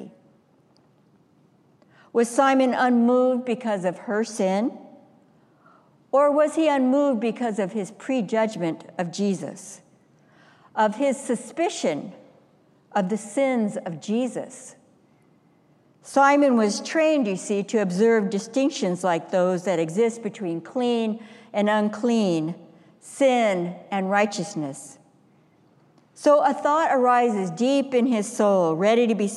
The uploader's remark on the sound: Stewardship Sunday message delivered during the Traditional Worship service.